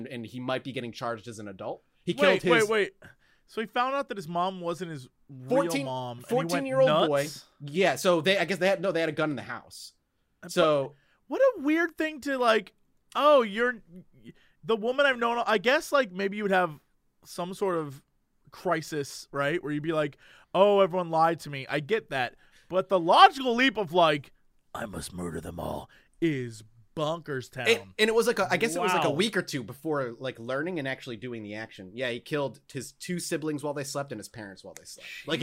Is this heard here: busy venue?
no